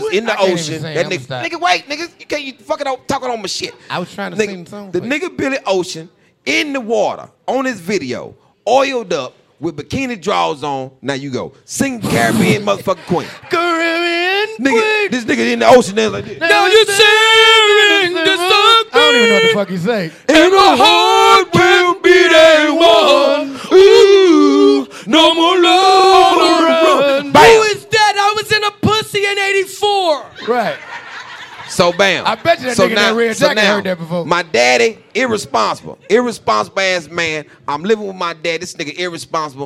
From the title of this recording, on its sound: LIVE in Houston!